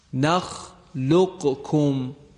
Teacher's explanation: قاف ساکن کاف متحرک در هم ادغام میشه · Term: ادغام متقاربین